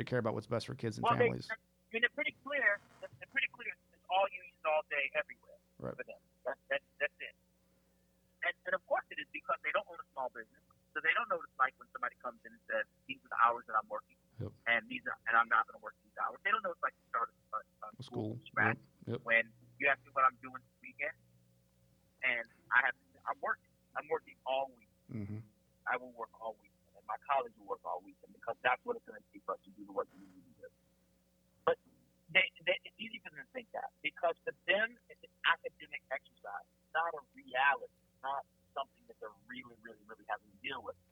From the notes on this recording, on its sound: There are times when the audio is challenging to hear as we recorded this interview via phone.